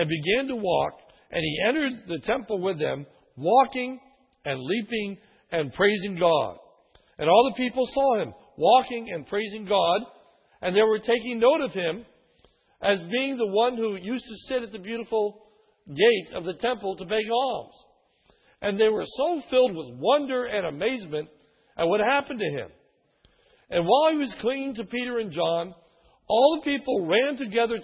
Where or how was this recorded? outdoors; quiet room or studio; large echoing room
large echoing room